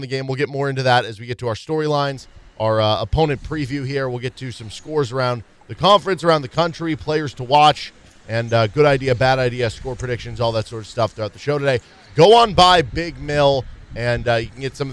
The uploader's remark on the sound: KU Tailgating Show at Big Mill. Live pregame show.